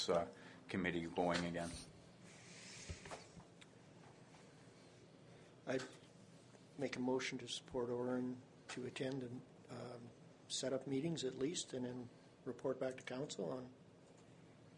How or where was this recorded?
large echoing room